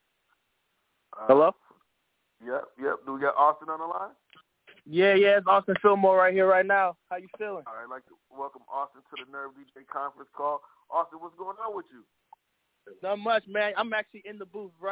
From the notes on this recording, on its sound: The Nerve Djs Bi-Weekly Industry Conference Call